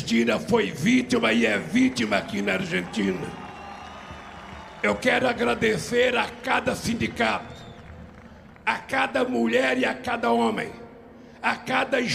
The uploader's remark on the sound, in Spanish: "Festival Democracia Para Siempre" na Plaza de Mayo, Buenos Aires.